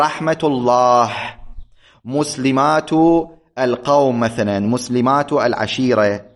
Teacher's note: فالتاء في حالة الدرج تبقى على حالها، تبقى تاء لا تنقلب